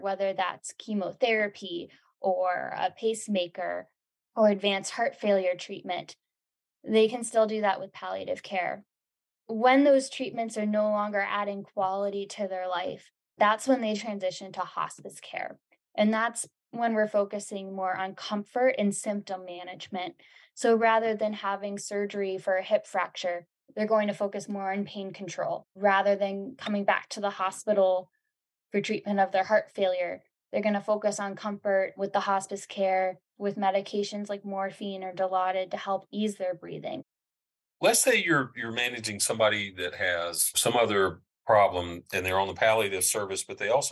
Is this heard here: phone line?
no